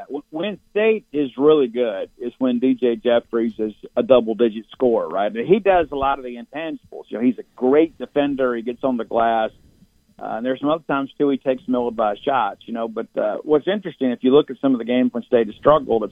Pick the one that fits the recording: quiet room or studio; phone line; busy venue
phone line